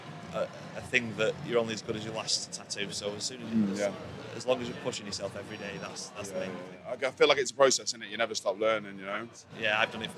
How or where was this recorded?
busy venue